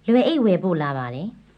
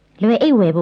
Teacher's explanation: the suffix pu gets voiced to bu